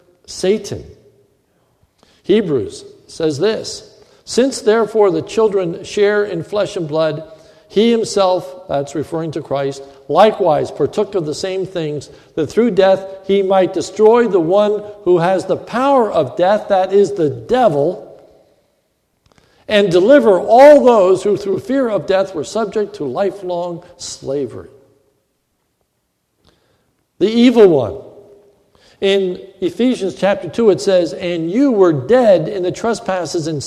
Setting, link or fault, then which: setting, large echoing room